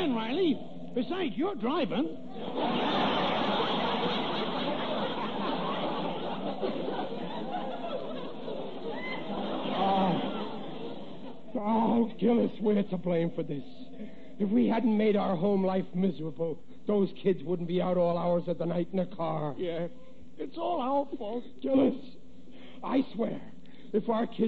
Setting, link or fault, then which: setting, live audience